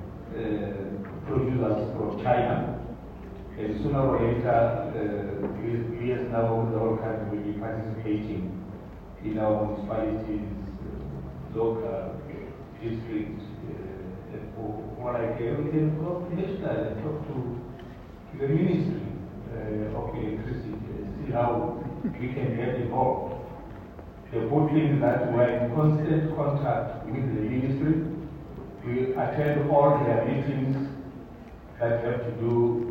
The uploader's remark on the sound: Zhejiang Jinhua SA Trade & Investment Promotion Conference. Addressing the Zhejiang Jinhua-South Africa Trade & Investment Promotion Conference, held at the Gallagher Convention Centre.